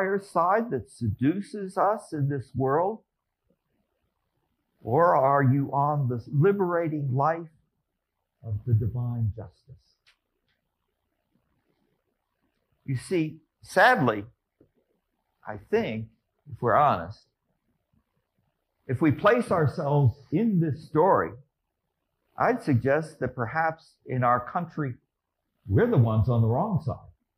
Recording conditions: large echoing room